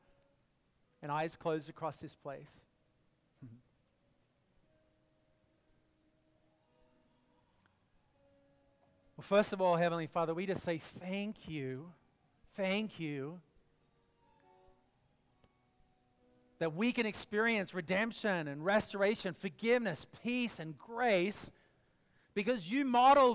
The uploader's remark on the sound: preached this message at our Downtown Community